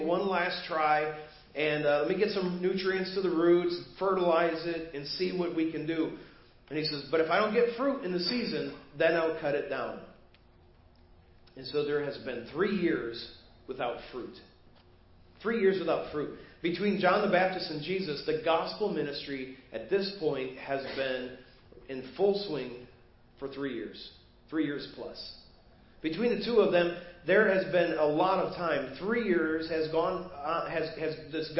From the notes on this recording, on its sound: Preached at First Baptist Church of Hazel Park.